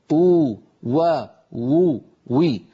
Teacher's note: مخرج الواو غير المادية بانضمام الشفتين إلى الأمام مع ارتفاع أقصى اللسان. انتبهنا كيف ارتفاع، قلنا من غير تقعر لوسطه، فهذا لا يؤدي إلى التفخيم.